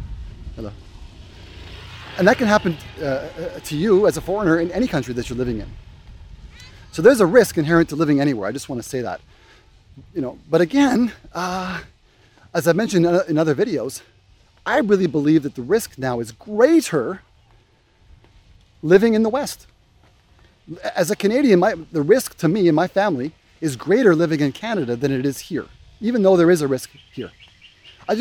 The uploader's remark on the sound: Walk and talk